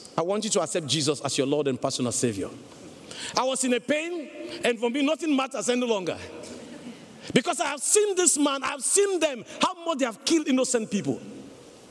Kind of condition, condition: setting, live audience